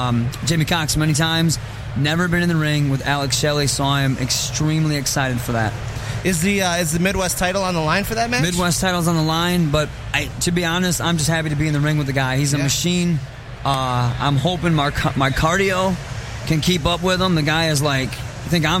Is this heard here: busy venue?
yes